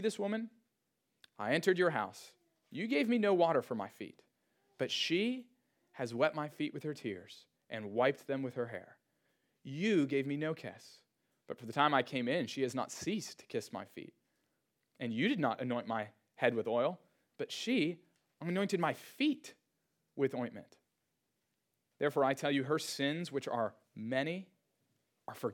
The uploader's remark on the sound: Sermon audio from Trinity Church of Bedford’s first service!